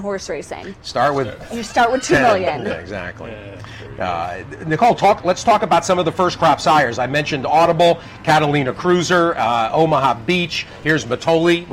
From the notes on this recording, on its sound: live from Saratoga Race Course